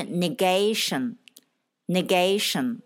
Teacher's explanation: T I O N 出现的时候，是有它前面的音节重音的，所以是 gay 是重音。当重音发声的时候，字母 A 就发它的长音或者双元音，所以是 negation，negation，还是三个音节。动词是 negate，negate，T I O N 变成 TE。negate. Now theexample，我们看例句：消极的思想使我们不健康。每天正能量，所以这句话的意思是：negative thoughts keeps us unhealthy.